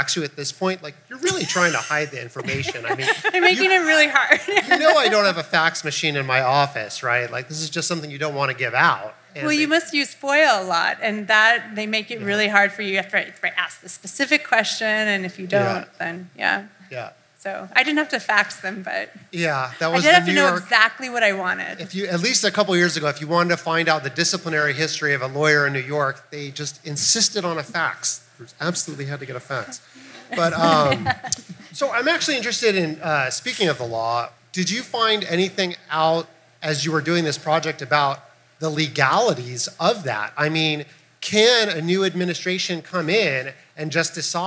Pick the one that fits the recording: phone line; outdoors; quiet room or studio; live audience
live audience